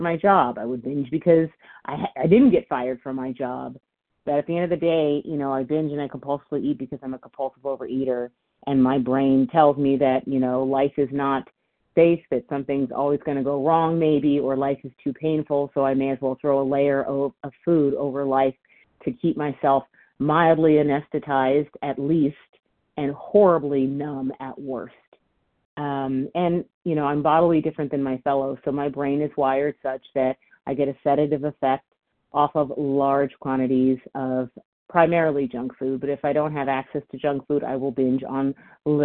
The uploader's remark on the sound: from the 100 Pounders Phone Meeting, 6/21/23